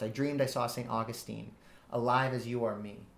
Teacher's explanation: That's written in iambic feet, so unstressed, stressed syllables. Whereas Shakespeare wrote in iambic pentameter, this line happens to be an iambic tetrameter, which means just four beats.